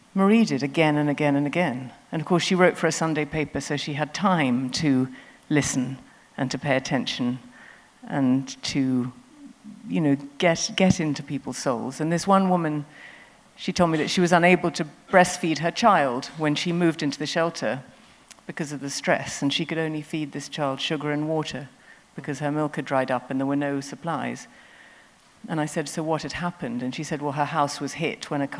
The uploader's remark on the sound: Recorded at The Tabernacle in London on 21st January 2019.